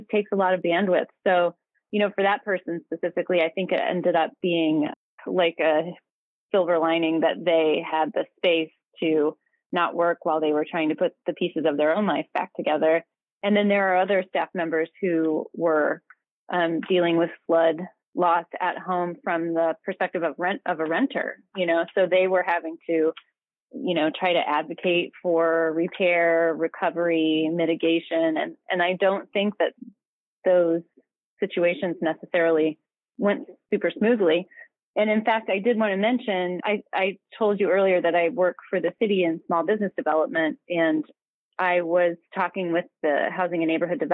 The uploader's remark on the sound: Spoke to WFHB News over the phone earlier this afternoon.